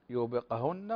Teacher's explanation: وكذلك أو يوبقهن، عندنا هنا الكاف، عندنا هنا القاف عفوا ساكنة، يوبقهن فنحقق هنا القلقلة، قلقلة هذا الحرف، القاف كما تعلمون هو من حروف القلقلة